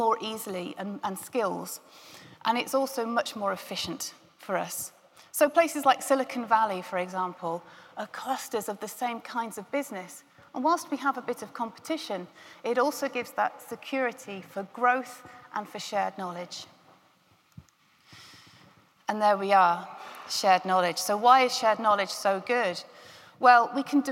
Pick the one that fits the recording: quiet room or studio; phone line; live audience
live audience